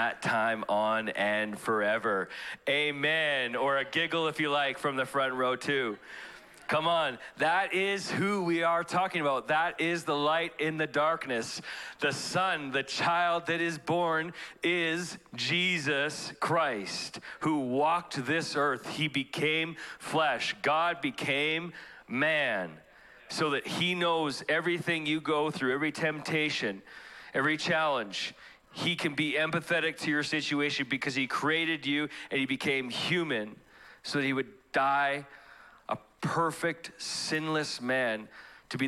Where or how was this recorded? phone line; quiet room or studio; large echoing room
large echoing room